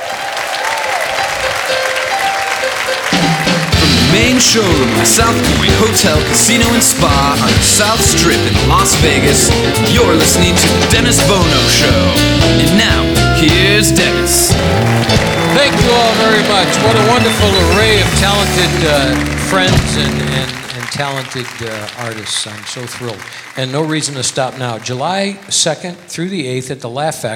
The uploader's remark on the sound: Live at the SouthPoint Casino